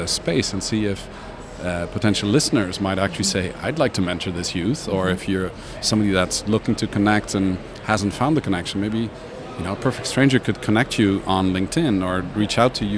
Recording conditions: busy venue